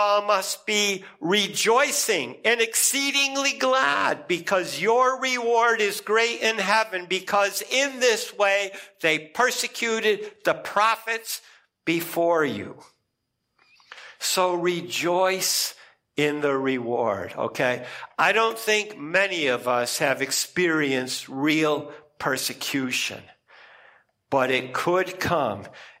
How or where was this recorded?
large echoing room